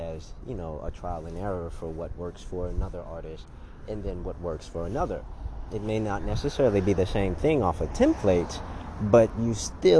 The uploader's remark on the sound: On the street recording